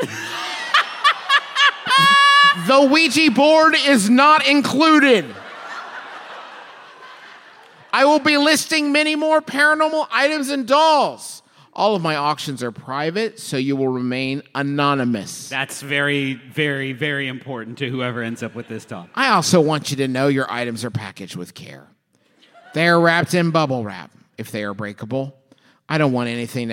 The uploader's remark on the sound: Live from the Balboa Theater during San Diego Comic-Con 2023